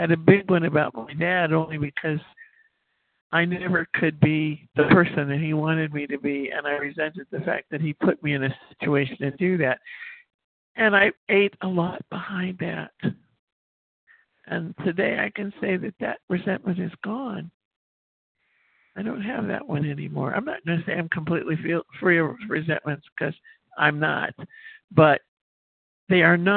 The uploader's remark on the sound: from the 100 Pounders Phone Meeting, 11/17/23.